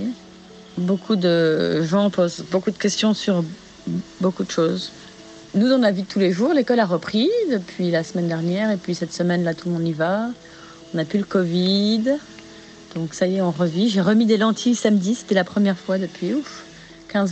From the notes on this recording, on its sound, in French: se retrouve sur la plage pour faire le point avant d'aller faire du surf ensemble